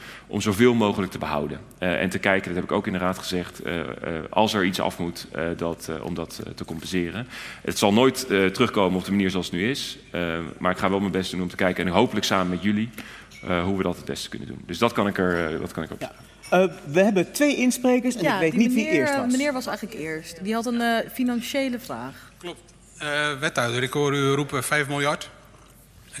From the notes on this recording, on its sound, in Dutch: Woedend publiek loopt weg tijdens onstuimige ROPOPO live. Die live wordt opgenomen in Arminius.